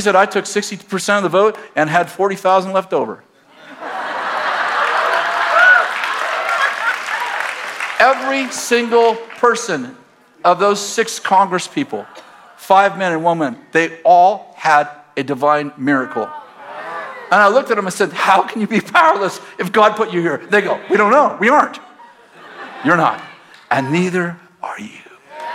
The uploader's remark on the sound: At Bethel Church in Redding, CA.